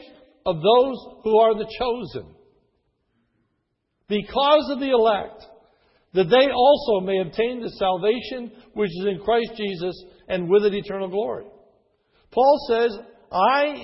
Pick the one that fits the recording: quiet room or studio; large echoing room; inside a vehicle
large echoing room